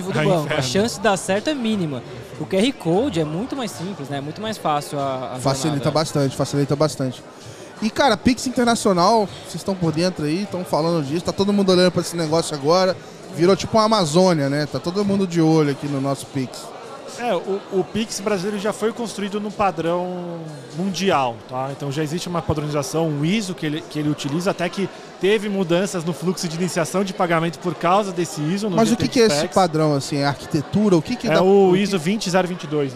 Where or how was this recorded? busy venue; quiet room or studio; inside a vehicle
busy venue